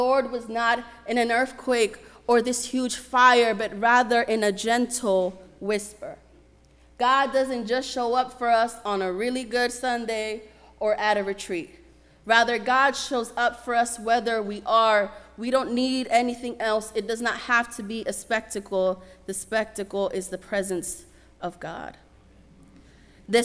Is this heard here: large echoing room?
yes